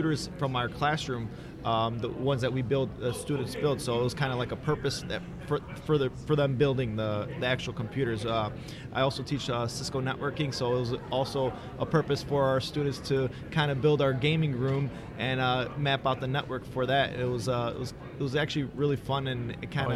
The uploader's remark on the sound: The guys talk with the Carl Sandburg eSports team at the Illinois Computing Educators Conference.